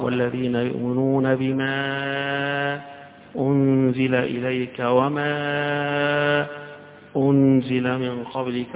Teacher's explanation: في وصل حمزة له وجه أنه يسكت على هذا الهمز